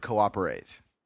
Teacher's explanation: the two vowels are not a diphthong or a combination. It's that you're supposed to pronounce both of them.